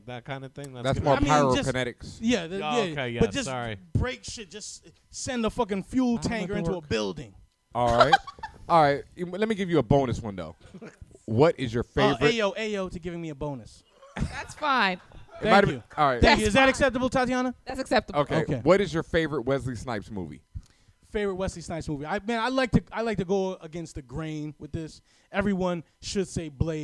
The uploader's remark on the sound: Live From Bergen St Comics